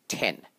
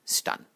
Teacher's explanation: To see what aspiration is, say the word ten, T-E-N, ten, and the word stun, S-T-U-N, stun, ten, stun. The T is aspirated when you say ten. So there is a puff of air that accompanies the end of this consonant. So if you had a candle in front of you when you said 10, the flame would flicker as a result of that aspiration.